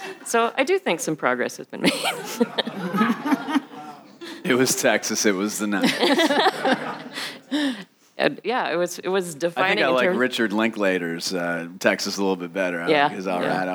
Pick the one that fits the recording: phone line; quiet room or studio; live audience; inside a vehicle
live audience